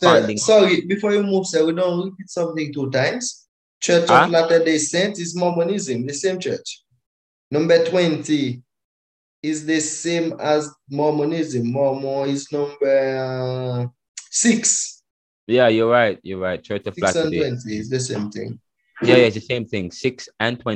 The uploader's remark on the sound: The Lecture delivered via the Zoom platform was dynamic and is infused with African drums, reggae music, and classical music in the backgrounds.